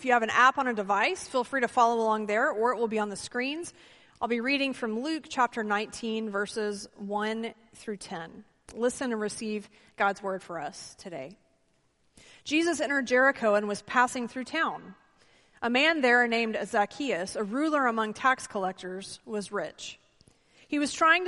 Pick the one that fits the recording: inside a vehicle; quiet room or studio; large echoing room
large echoing room